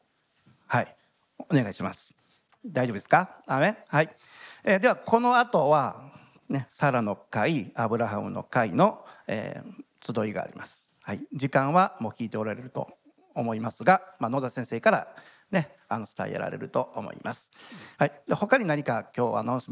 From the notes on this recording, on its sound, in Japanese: 日曜礼拝 収録分です